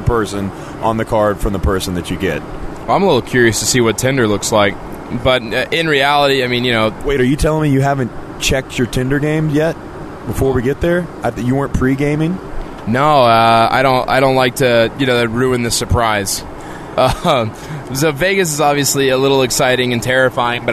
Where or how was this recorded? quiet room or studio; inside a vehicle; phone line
inside a vehicle